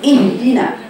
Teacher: احنا دلوقتي بنقرأ اللي هو الهمزة هي همزة وصل، لكن هبتدي بيها لا لابد أن أبينها ووضحنا إيه همزة، يبقى أبينها كأنها همزة قطع من حلقي من أقصى حلقي، يبقى هقرأ إيه اهدنا، أبين مخرج الهمزة ومخرج الهاء.